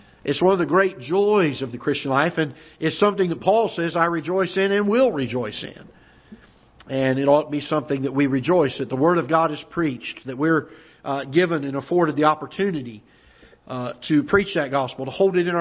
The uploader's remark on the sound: Ketha Heights Baptist Church ~ Live Broadcast